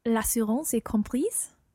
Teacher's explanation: the E goes on to the end of the word compris, and that makes you sound the S